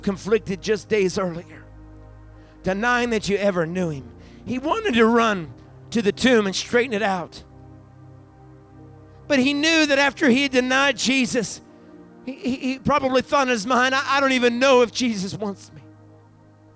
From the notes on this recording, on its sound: recorded live on our Resurrection Sunday Service at Fresh Fire Church in Uniontown, PA